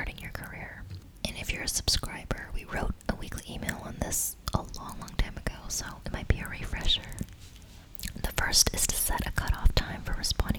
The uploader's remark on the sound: If you're not a fan of unintentional mouth sounds, this episode may not be for you.